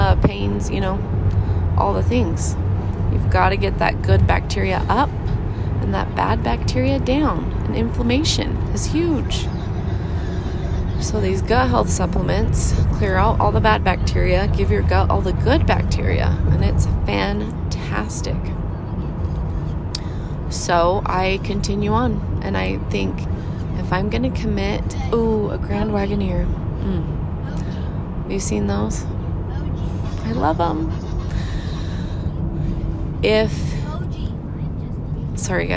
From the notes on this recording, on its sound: in the car with my kids